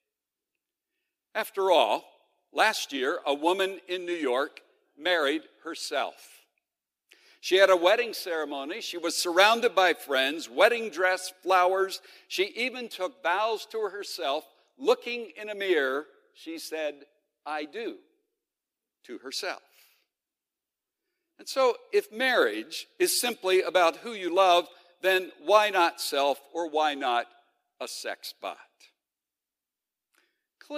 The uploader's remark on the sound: The following podcast was originally recorded at The Center for Bioethics & Human Dignity 25th annual conference, Bioethics & Being Human . In this opening session of the conference.